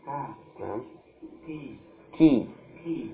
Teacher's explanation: pangkal lidah menyentuh dengan langit-langit lunak dan keras, keluar darinya huruf kaf